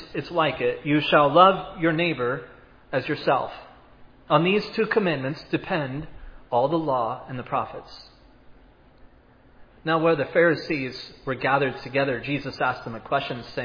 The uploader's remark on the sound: was preached at Providence Church on Sunday, March 13, 2022